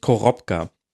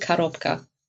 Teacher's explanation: Russisch ein unbetontes O wird wie ein A gesprochen · Shown in: second take · also Karobka.